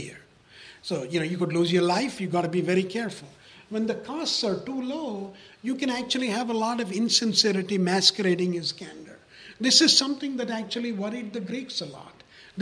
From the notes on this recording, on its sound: At the end of our live recording of the final FRICTION episode.